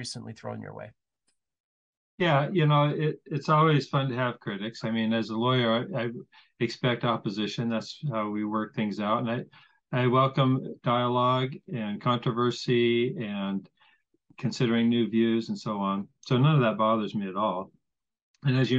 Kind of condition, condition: link, video call